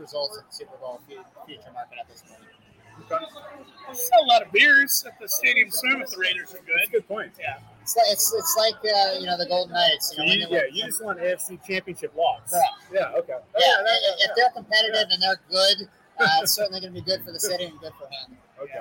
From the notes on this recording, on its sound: Are in Vegas to sign up for the Circa contest (apologies for the audio quality).